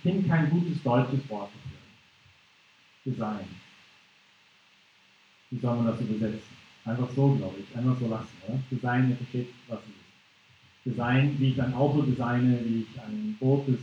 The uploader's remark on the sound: Teil des Vortrags in Brig-Glis (CH)